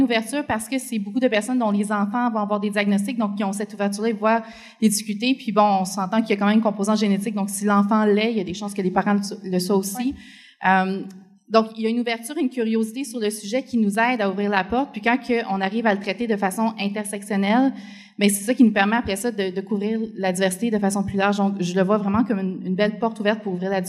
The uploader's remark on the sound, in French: Live devant public. Enregistré en «live» devant public de notre évènement de la semaine dernière à Québec.